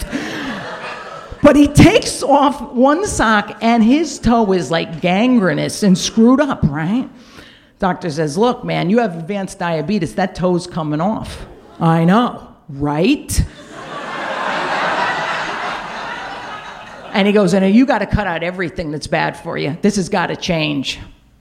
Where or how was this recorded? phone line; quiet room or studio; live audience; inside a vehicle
live audience